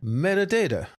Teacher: consonants that you make with your tongue against your teeth, the T and the D